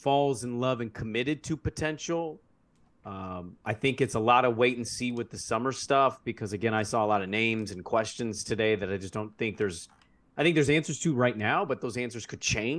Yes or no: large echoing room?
no